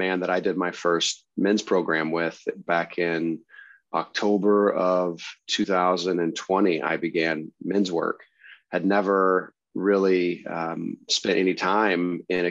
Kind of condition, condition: link, video call